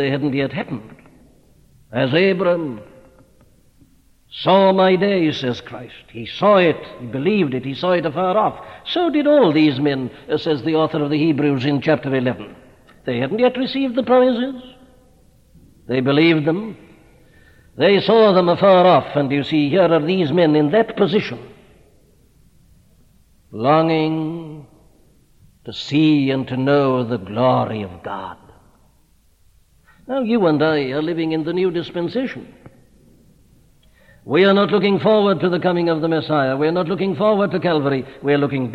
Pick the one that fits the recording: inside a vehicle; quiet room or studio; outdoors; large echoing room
large echoing room